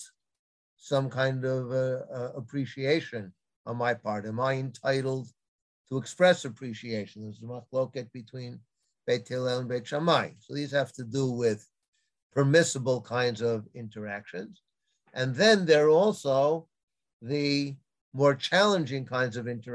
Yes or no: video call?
yes